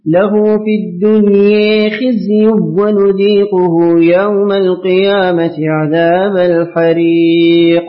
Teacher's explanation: مقرأ لخلف بترك الغنة